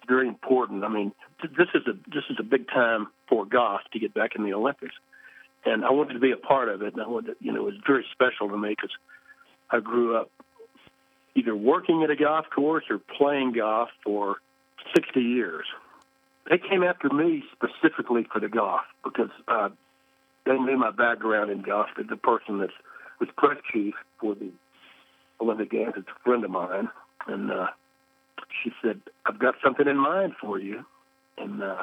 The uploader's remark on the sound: spoke with us on the phone from his home in Colorado Springs